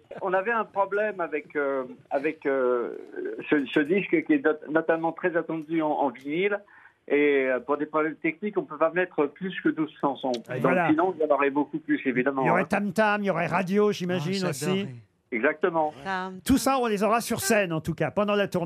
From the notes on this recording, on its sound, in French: Par téléphone.